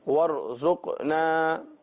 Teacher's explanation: عیدا لأولنا وآخرنا، وآخرنا، وآية منك، وآية منك، وارزقنا، پھر آگے حروف قلقلہ، قاف ساکن ہے اس سے پہلے پیش ہے